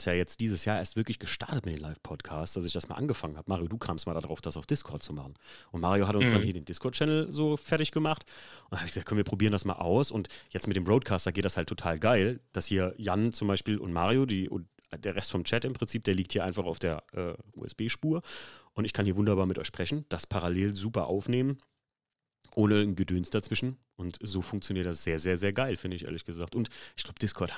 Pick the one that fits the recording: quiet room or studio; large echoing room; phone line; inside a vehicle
quiet room or studio